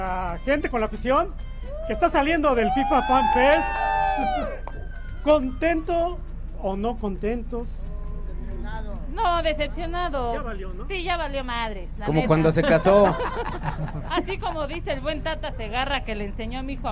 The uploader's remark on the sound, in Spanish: Espacio Deportivo de la Tarde desde el FanFestival de la Ciudad de México.